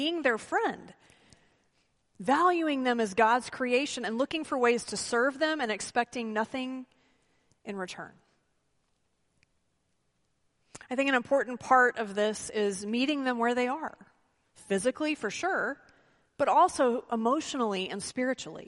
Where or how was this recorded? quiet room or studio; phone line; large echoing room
large echoing room